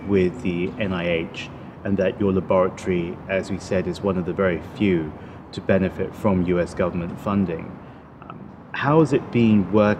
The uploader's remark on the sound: recorded in July 2018 at the International AIDS Conference in Amsterdam